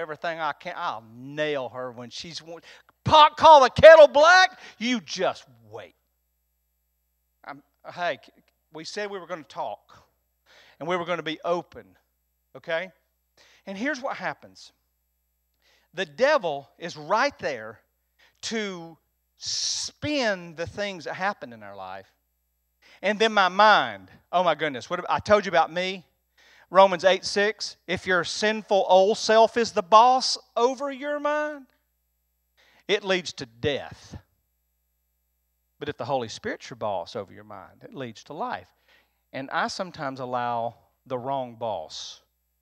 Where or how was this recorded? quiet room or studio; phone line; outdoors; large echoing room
large echoing room